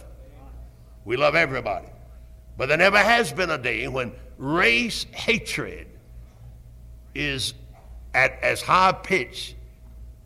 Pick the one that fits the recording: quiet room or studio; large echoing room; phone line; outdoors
large echoing room